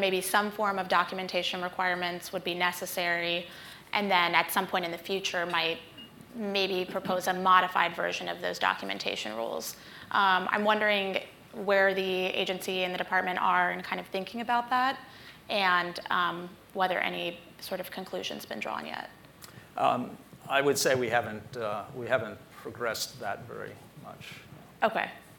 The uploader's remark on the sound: At Bloomberg Tax's 2020 Outlook on Tax event in Washington